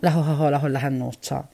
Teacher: C, P e T sono aspirate quando si trovano tra due vocali. · Term: gorgia